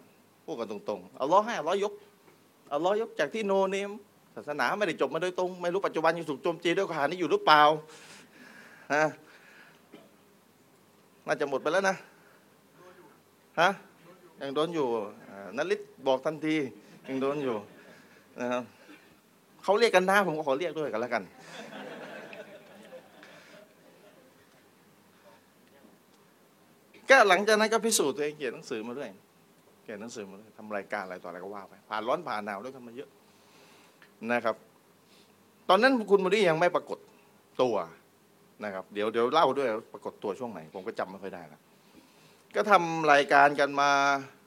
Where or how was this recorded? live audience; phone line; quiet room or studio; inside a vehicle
live audience